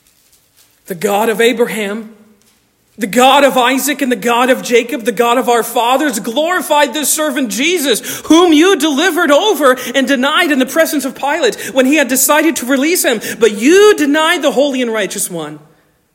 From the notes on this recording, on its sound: Originally delivered on 24 September 2023 at Stonington Baptist Church, Paxinos, PA